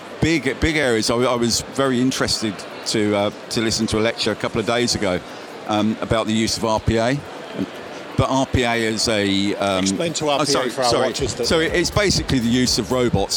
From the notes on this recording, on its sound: Live from Europe's Biggest Event 'Accountex'. A series of live interviews from Accountex 2022 in London. AIBN were the official broadcast partners of the event which featured the great and the good in the world of accounting and the many software/fintech vendors to the profession.